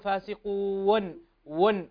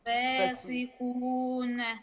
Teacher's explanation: قف عليها بالسكون المحض بدون قلقلة · Shown in: second take